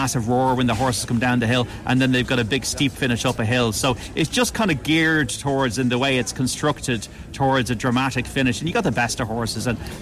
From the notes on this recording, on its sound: live from Cheltenham